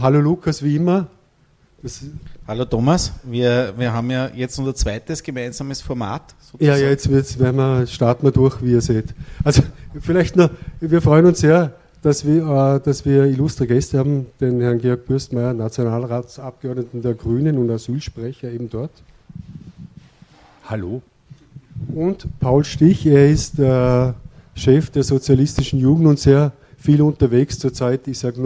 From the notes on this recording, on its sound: Premiere von "asylfakt live - Talk in der Trinkhalle". Am Badeschiff Wien, Donaukanal.